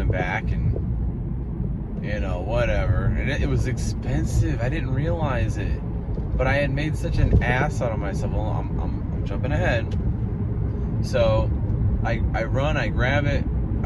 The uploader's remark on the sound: First driving episode via [VIDEO]. I decided to try doing some driving episodes with video!